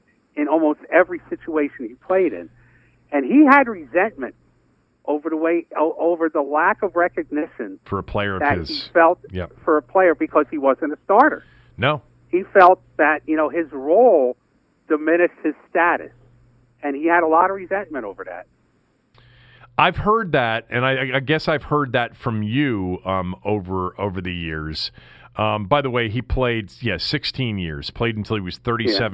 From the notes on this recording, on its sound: Called in from the hospital where he is in pain.